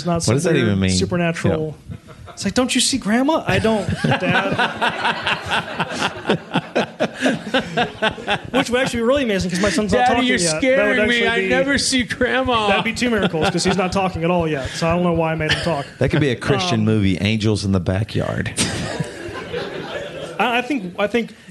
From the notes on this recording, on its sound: BC LIVE from Charleston, SC. The final episode in the BC LIVE series comes to you from Charleston, SC.